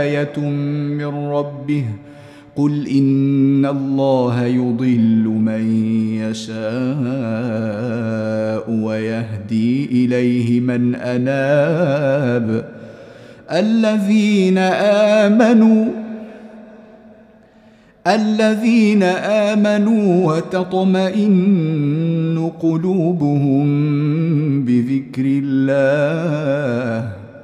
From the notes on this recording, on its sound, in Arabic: مسجل من صلاة التراويح بمسجد السلام بحي مشرفة بجدة.